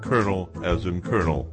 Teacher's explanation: They replaced the R in coronel with an L, but kept the R sound and dropped the pronunciation of the second L and pronounced it colonel as in colonel.